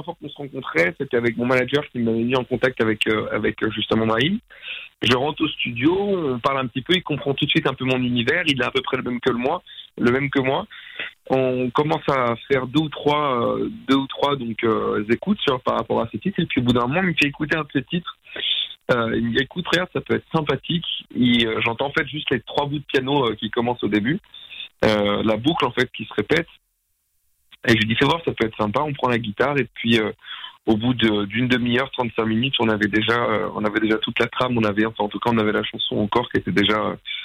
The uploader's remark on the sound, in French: On a passé un moment au téléphone.